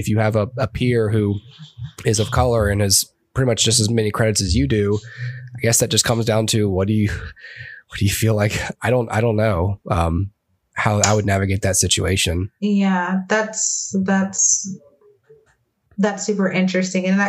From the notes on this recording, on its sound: Powered by Zoom, Skype, QuickTime, Adobe Audition, & Adobe Premiere Pro